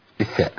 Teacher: طب الثاء لساني يبقى تحت اطراف الثنايا، ممكن يبقى بارز منه حاجه بسيطه قوي، لكن ما ينفعش يطلع لساني بره.